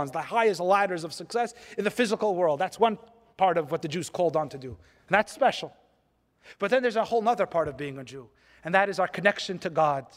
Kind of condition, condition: setting, live audience